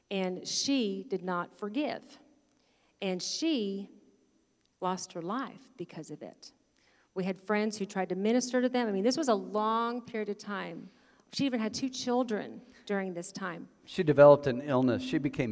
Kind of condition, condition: setting, large echoing room